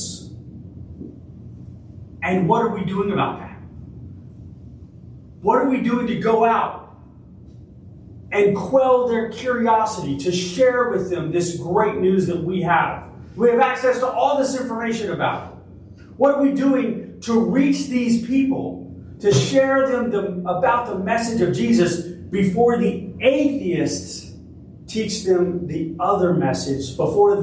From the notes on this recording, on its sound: Originally delivered on September 3, 2023 at Crossroads Christian Fellowship in San Antonio, TX